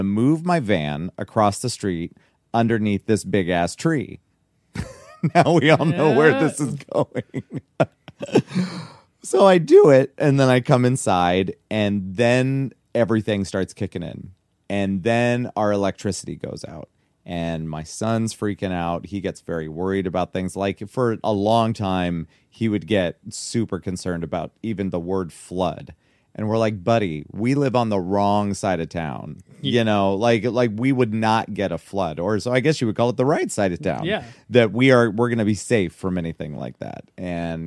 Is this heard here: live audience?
no